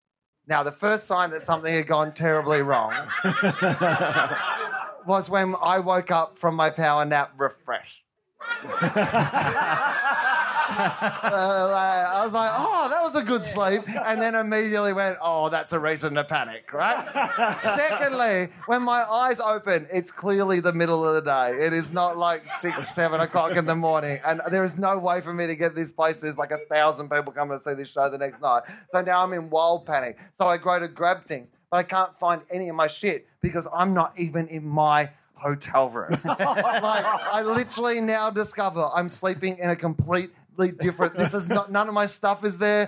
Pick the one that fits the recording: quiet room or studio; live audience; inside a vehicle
live audience